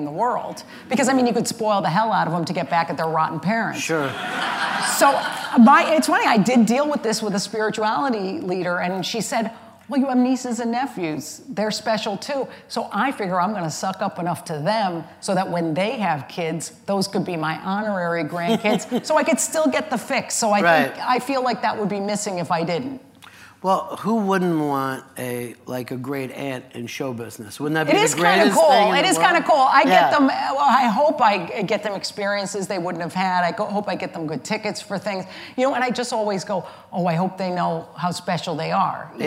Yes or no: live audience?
yes